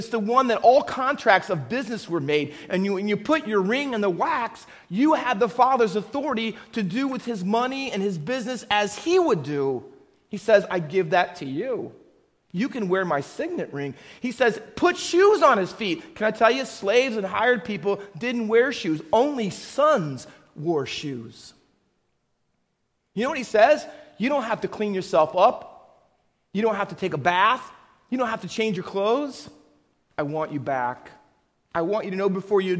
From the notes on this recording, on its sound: Faith Baptist Church in Hamilton, NJ.